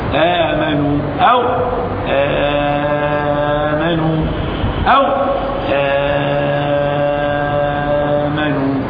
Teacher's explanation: حركتان أربع ست حركات عند ورش مد البدل هذا